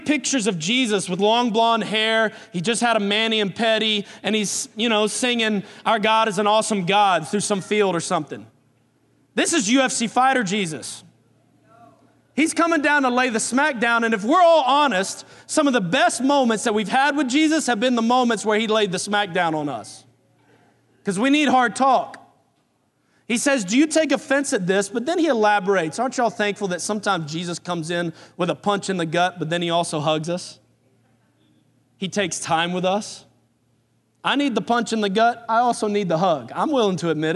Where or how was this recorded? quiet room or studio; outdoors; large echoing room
large echoing room